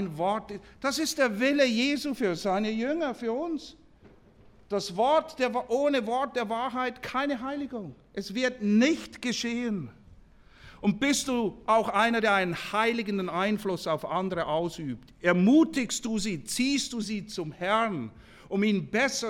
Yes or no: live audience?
yes